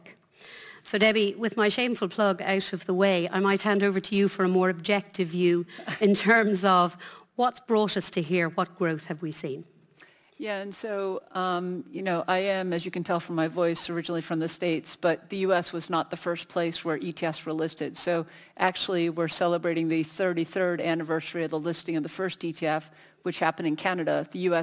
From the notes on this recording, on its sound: Panel Discussion (Annual Conference 2023). Our recent Irish Funds Annual Conference, held in Dublin.